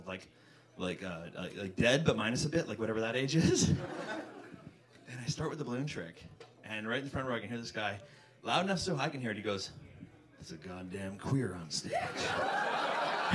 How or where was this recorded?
live audience